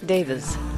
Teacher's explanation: Davis is not quite right, so think of it with a Z at the end